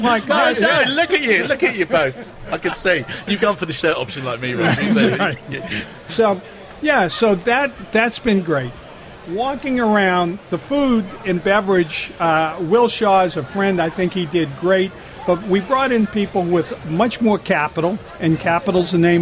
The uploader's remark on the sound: Spoke to the team in the world famous Adams Park Car Park before the Burton Game. Is broadcasted live on a Thursday Night on Wycombe Sound the multi-award winning local radio station for High Wycom.